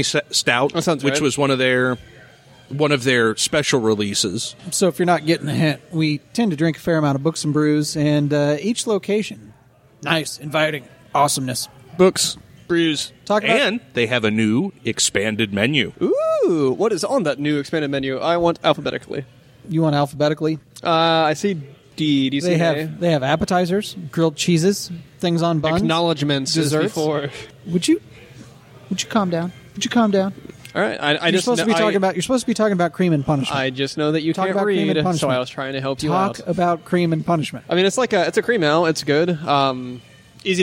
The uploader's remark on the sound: This shorty takes us on location to Books and Brews in Zionsville. This shorty takes us on location to Books and Brews in Zionsville.